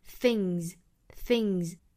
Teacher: 注意啊 amazing things 尾部的 s 要读成 z 浊辅音